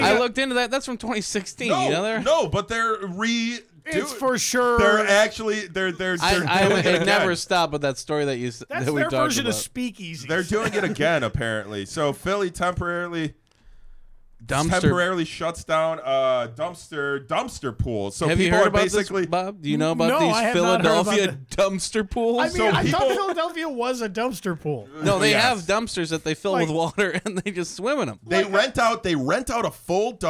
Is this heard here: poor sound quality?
no